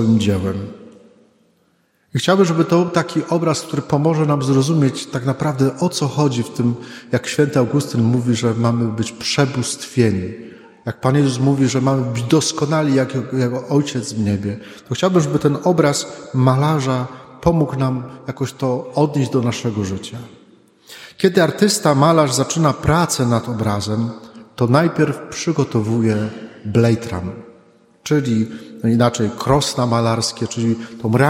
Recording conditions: large echoing room